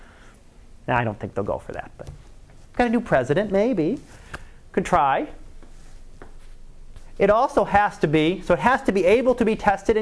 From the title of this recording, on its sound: Live Class Lecture